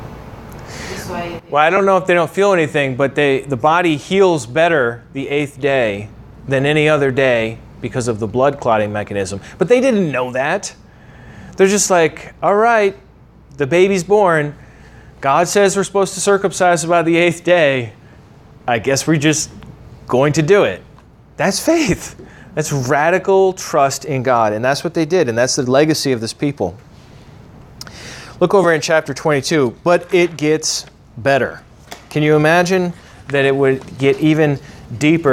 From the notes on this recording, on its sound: originally taught at the Atlanta Bible College